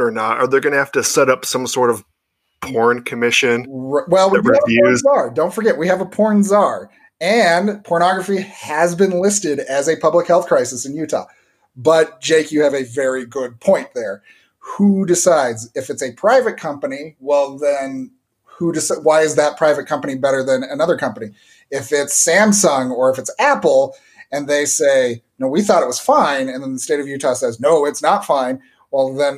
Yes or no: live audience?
no